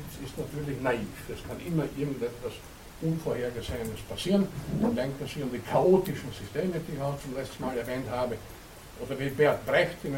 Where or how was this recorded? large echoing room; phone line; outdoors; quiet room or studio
large echoing room